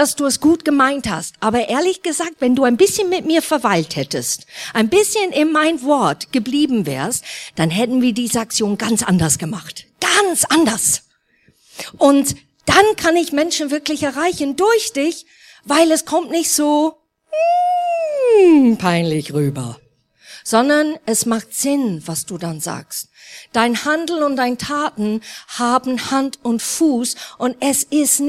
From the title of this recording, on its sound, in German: Neujahrsgottesdienst